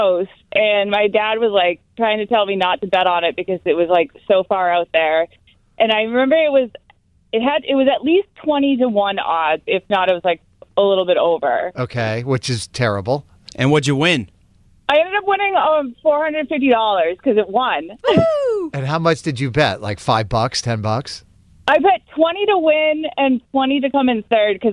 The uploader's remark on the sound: Listeners called.